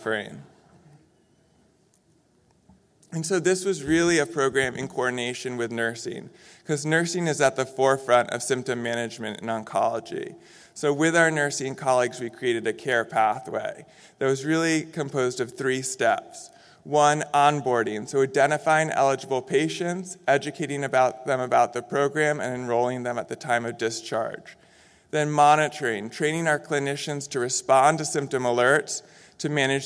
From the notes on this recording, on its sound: In this session recorded at DPHARM 2022